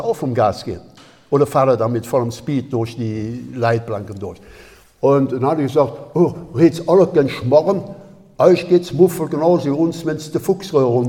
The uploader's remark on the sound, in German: In Swisttal. Vor Livepublikum zu interviewen.